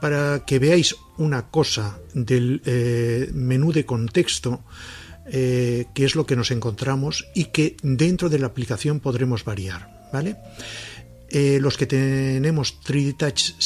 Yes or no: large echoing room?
no